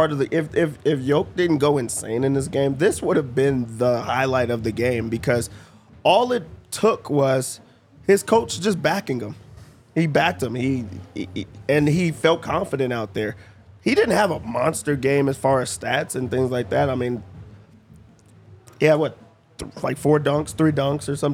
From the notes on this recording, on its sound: LIVE from the DNVR bar